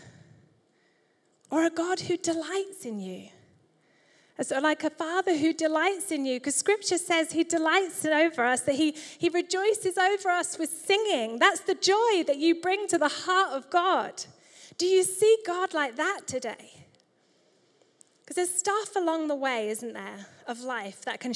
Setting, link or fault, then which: setting, large echoing room